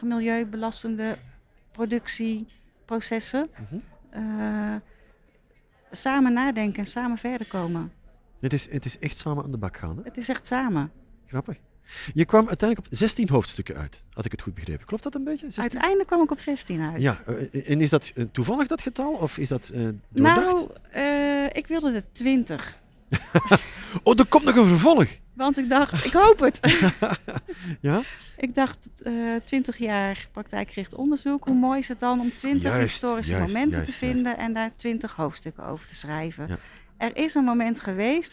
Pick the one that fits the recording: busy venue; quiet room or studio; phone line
busy venue